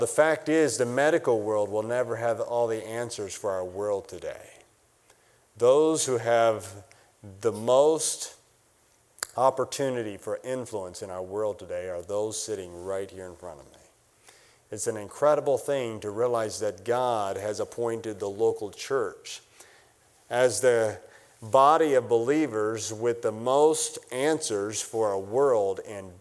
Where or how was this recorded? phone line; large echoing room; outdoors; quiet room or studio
large echoing room